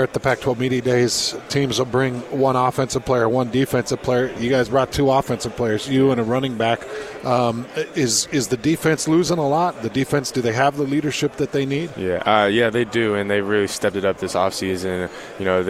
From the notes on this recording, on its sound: live from Pac 12 Media Day